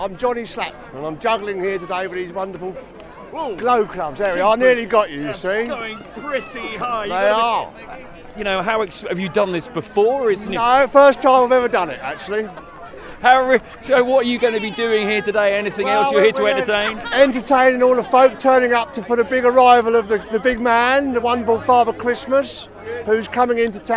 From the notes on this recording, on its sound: Live from the Twyford Christmas Fayre! A soundtrack of the Twyford Christmas Fayre, held in the village centre last Friday!